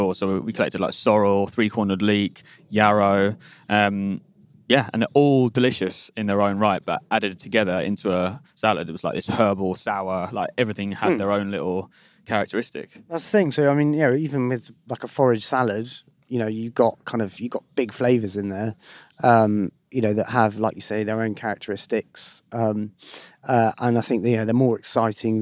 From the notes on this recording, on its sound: spends a day in the East Sussex countryside